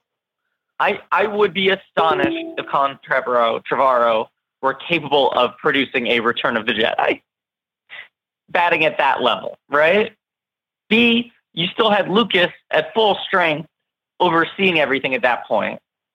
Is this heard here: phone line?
yes